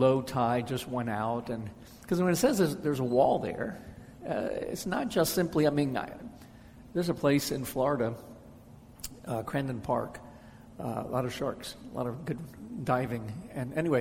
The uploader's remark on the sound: answers questions from the audience